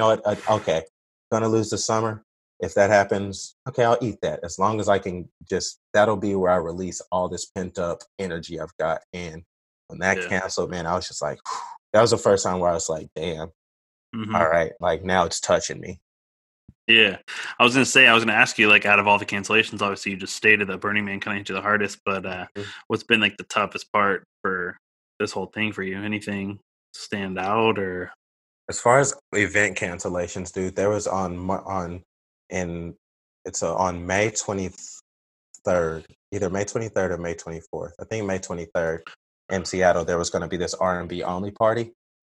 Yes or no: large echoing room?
no